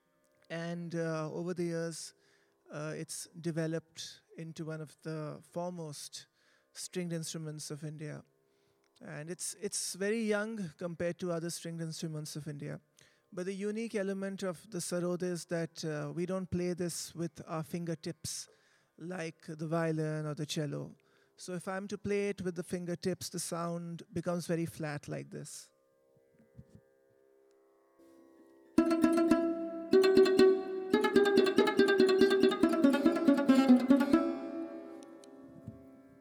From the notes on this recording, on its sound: Played at Kings Place Festival 2009, at 19:00 on Saturday, 5th of September in Hall One